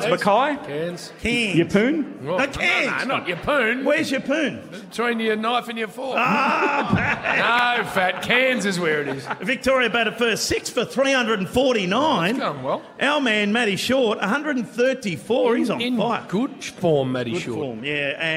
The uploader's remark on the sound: broadcasting live from the Pink Hill Hotel in Beaconsfield - and she's a massive crowd!